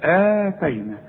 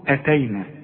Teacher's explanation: الهمزة إحنا قلنا اللي بعدها ألف تمدها ألف كاملة · Term: مد الهمزة